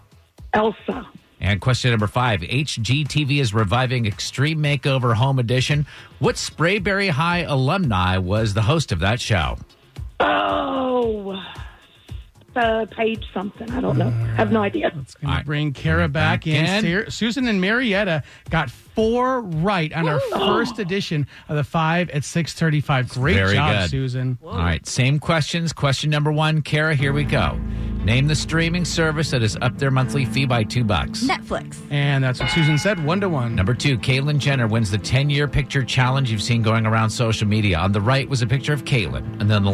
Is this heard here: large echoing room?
no